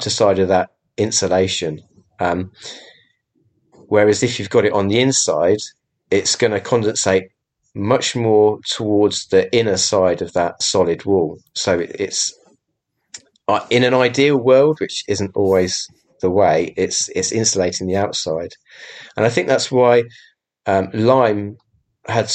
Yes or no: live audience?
no